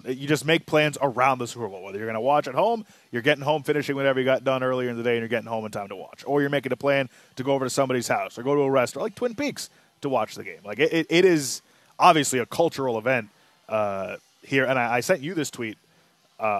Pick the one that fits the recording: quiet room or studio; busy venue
busy venue